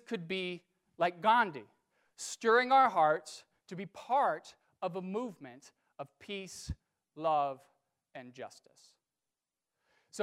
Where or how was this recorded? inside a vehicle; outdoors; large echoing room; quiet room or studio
large echoing room